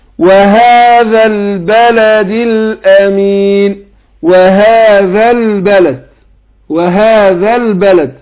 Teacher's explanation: الزال قلنا بتخرج من ظهر طرف اللسان مع اطراف الثنايا مش مع اصول الثنايا